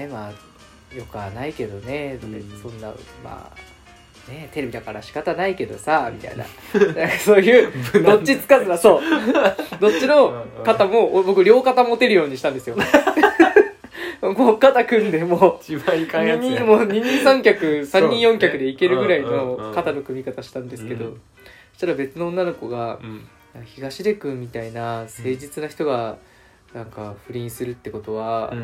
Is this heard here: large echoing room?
no